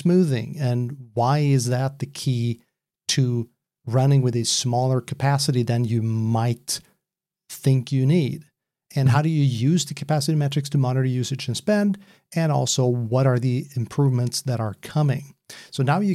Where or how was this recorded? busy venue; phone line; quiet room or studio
quiet room or studio